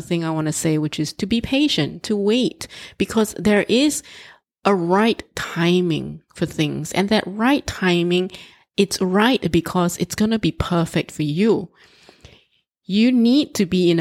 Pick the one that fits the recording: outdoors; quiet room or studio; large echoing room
quiet room or studio